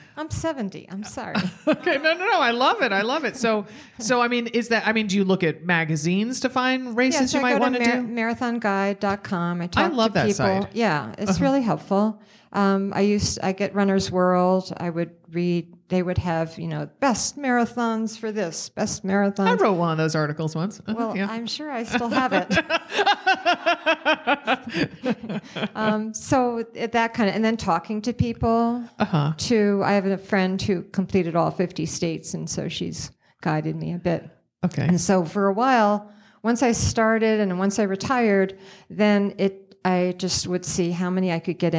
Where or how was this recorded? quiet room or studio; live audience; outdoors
live audience